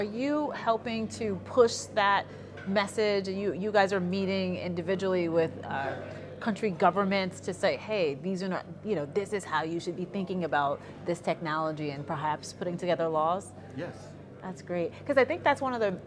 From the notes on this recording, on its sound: This episode was filmed in December 2022, at the Africa Bitcoin Conference held in Accra, Ghana.